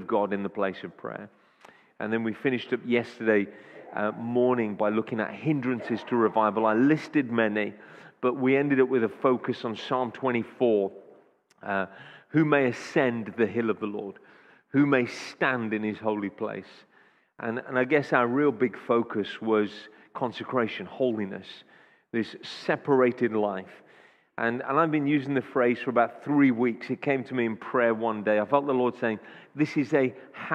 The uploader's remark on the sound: Audio recording taken from Kent Prayer Quake 2021 - Day Two, Session Five